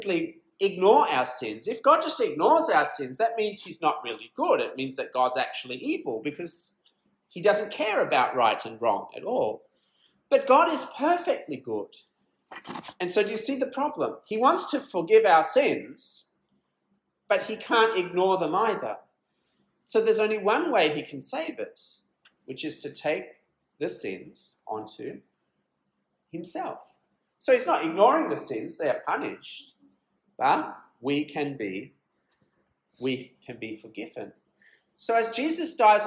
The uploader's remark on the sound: This sermon was preached at Beacon Learning Centre on 23rd June, 2023.